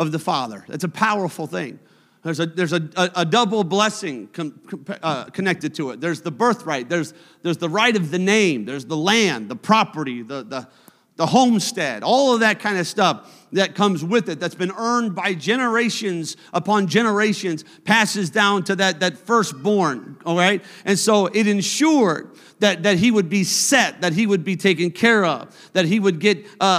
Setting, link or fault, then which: setting, large echoing room